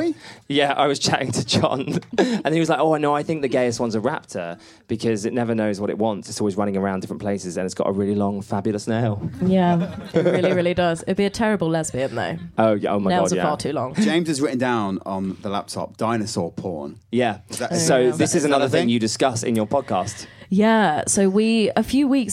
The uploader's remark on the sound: From the Edinburgh Fringe Festival 2019